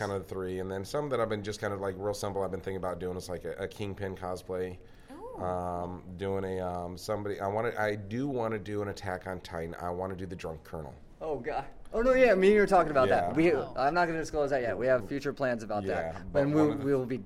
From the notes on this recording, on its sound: This was record the last day of Wondercon near the end of the convention. Sorry about the noise, it is hard to find a quiet spot at a convention.